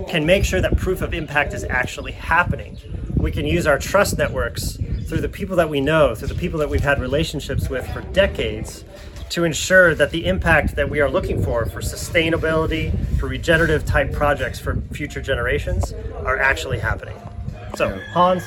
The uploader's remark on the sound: recorded a conversation while we were on-site at a demonstration farm in Togo, West Africa